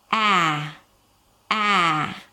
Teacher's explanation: As you can see, my tongue pushes forward. The tip of the tongue touches the bottom teeth, right? Right behind the bottom teeth. And the tongue is flat and forward. · Term: a as in cat · IPA: æ